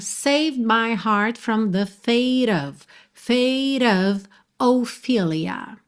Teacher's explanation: Esse D some, então é como se você pronunciasse o save mesmo. O E final não é pronunciado, do V você já vai para o M de my.